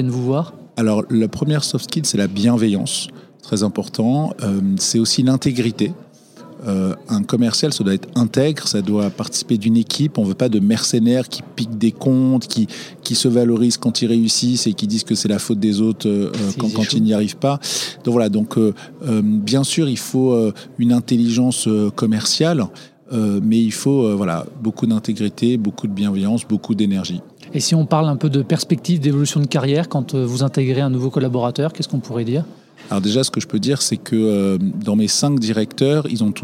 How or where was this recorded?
busy venue